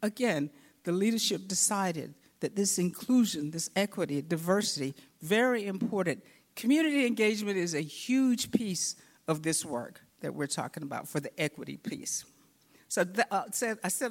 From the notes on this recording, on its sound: In this session recorded at CRAACO 2022